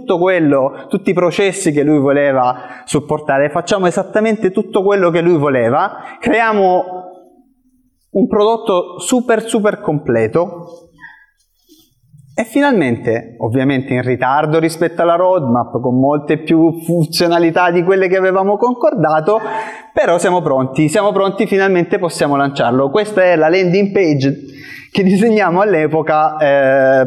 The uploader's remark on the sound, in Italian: Questo è l’audio del meetup che si è svolto a Roma il 20 aprile 2023.